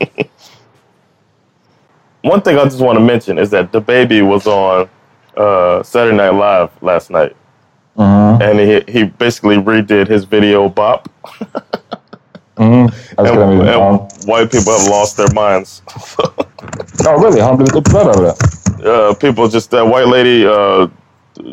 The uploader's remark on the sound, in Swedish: Snart är vi tillbaka med bra ljud!